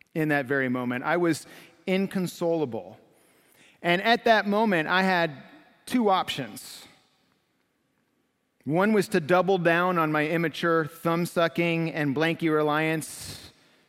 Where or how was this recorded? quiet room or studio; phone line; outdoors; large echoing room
large echoing room